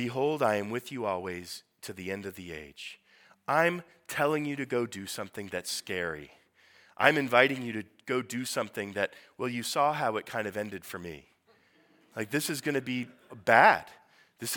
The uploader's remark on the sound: Sermon preached at Priestly Ordination Service